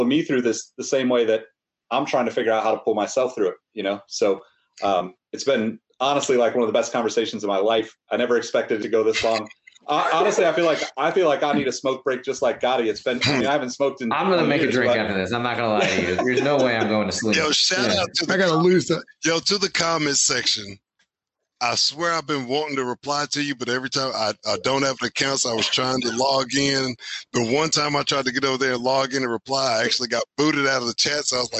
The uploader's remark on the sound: Recorded on Riverside.